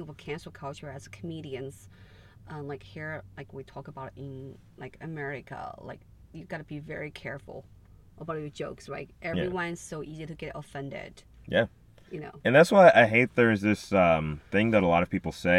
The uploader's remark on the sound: In The Car